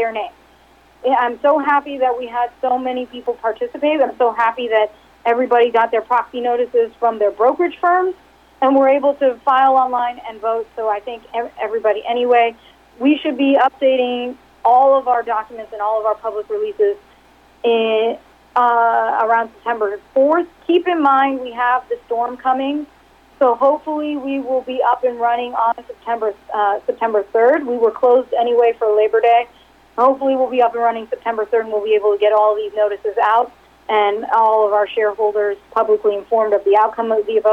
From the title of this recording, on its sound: Progressive Care Conference Call for Q3 2019